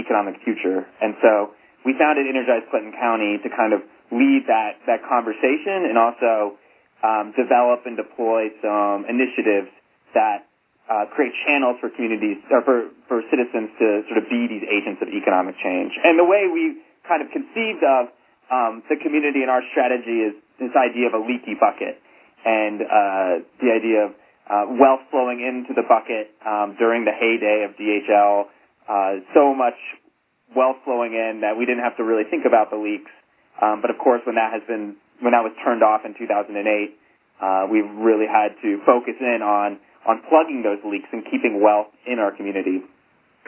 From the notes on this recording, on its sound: Call recorded on October 27, 2011.